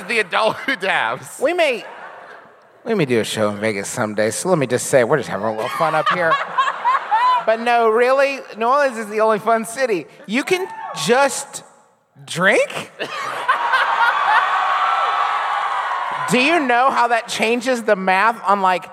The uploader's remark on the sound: Enjoy our recent live show from New Orleans!